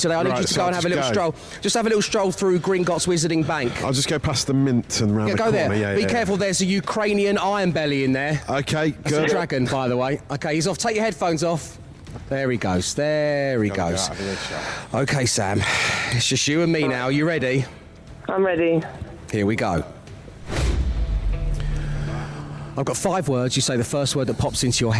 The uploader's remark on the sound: the team were LIVE from the Warner Brothers Studio Tour London - The Making of Harry Potter